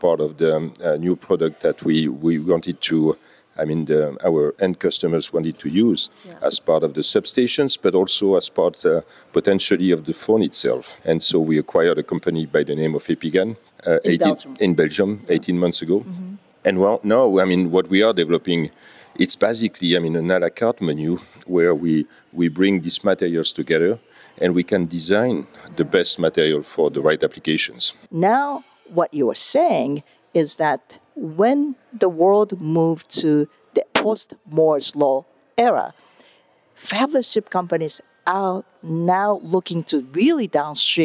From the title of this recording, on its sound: Live! From Embedded World, ISSCC, and (sorta) Mobile World Congress